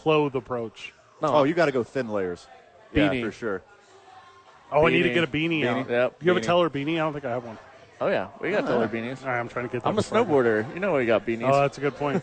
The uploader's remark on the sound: live from Safe House!